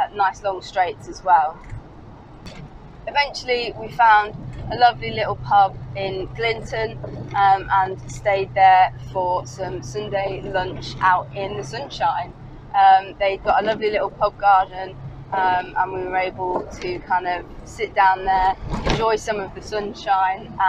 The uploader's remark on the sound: all recorded from my 1968 Morris Minor, Peggy